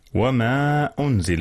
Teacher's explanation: حرف المد هنا الألف، جاء قبل الهمزة وهما في كلمتين · Term: مد منفصل